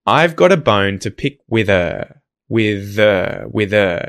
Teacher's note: instead of hearing her, you'll hear er